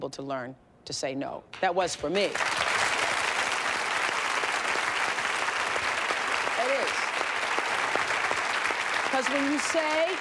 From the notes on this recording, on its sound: Talks to audience members about their biggest flaws.